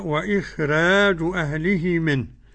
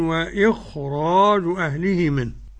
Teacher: الراء مرقق الورش، وإخراج يبقى ورش يرقق إخراج على القاعدة بتاعته، لأنها قبلها ساكن وقبل الساكن إيه؟ الهمزة · Shown in: first take · وإي الهمزة المكسورة.